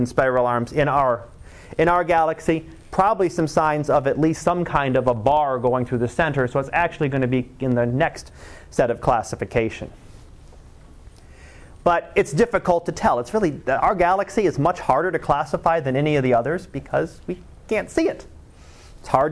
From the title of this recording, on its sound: Live Class Lecture 2013 Nov 15